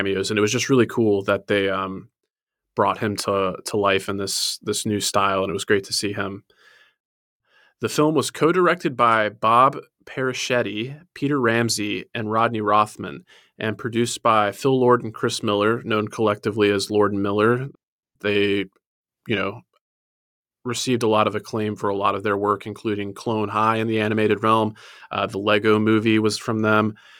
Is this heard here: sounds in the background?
no